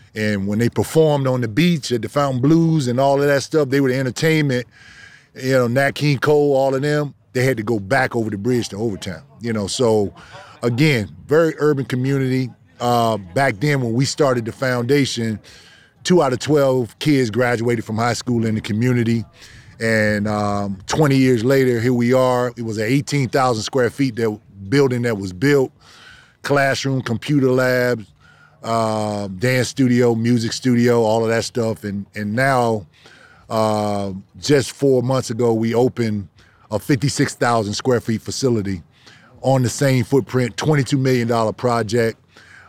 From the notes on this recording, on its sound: LIVE FROM MALBON MUTINY at MIAMI SHORES CC. We are at Miami Shores at Malbon Mutiny!